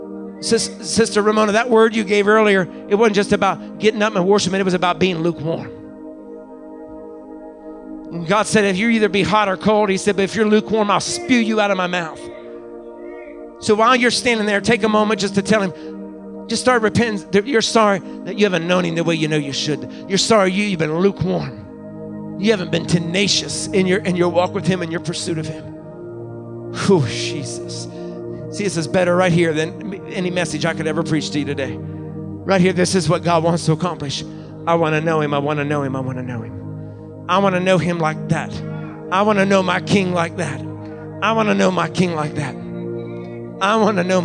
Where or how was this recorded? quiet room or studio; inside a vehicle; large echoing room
large echoing room